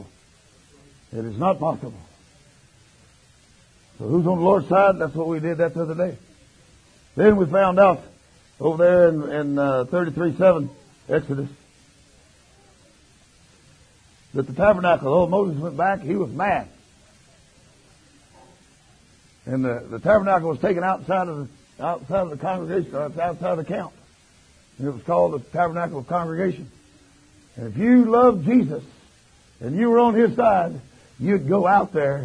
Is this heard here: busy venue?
no